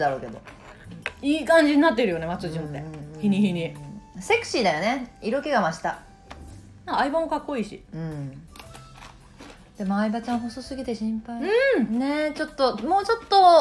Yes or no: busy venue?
no